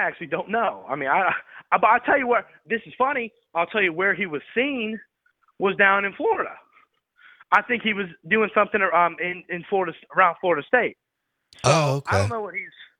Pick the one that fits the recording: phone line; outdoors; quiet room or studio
phone line